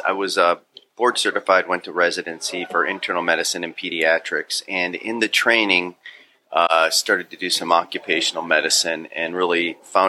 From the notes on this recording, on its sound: This episode of the Triple D Podcast was recorded at Davis Bakery & Delicatessen.